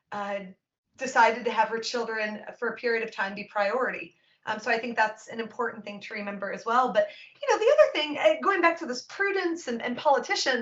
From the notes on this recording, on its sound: April's Documents in Detail webinar